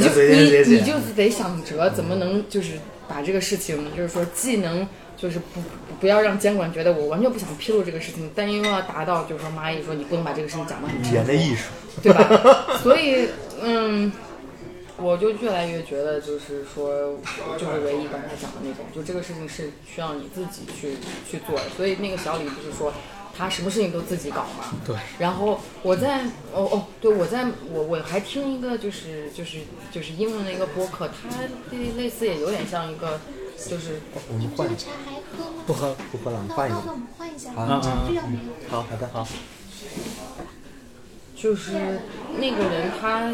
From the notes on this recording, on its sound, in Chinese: 因为对谈场所是在公共空间，所以杂音较多